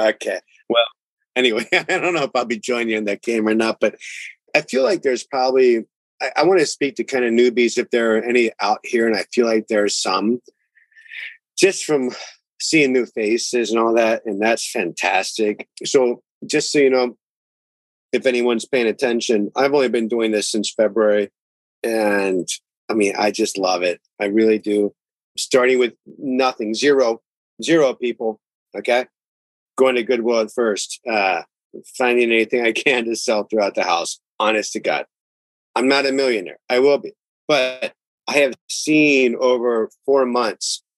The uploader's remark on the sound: Go live on Zoom with whoever can join us and answer as many ecommerce and Amazon selling related questions as possible. We love to capture the best moments from these Monday night sessions for you and turn them into a podcast episode.